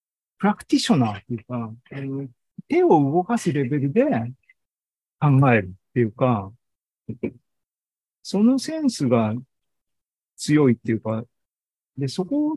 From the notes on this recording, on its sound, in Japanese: ZOOMライブの模様です。